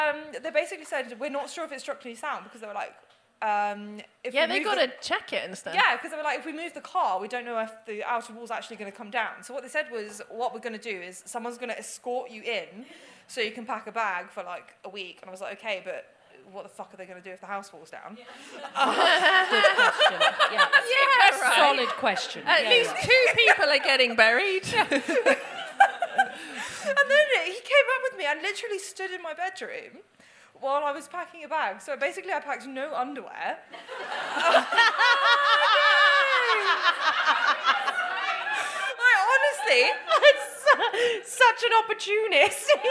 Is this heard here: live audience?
yes